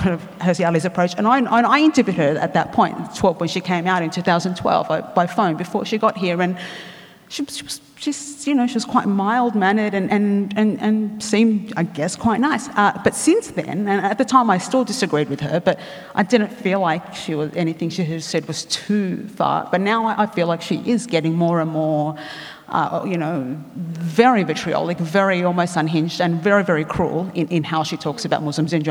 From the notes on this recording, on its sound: recorded at the 2017 Newcastle Writers Festival